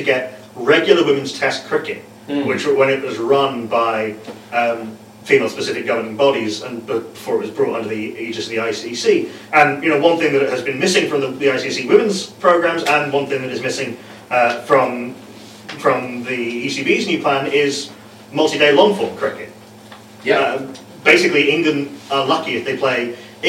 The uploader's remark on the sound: Live from the echo chamber! Literally - sorry for the less than optimal sound quality.